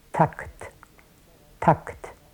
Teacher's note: Dann kommt eine Pause von 50 Millisekunden, bevor das A überhaupt zu hören ist. Das A ist sehr lang, das ist ungefähr 150 bis 200 Millisekunden lang. Und dann kommen dicht hintereinander das K und das T, also die beiden auslautenden Explosivlaute.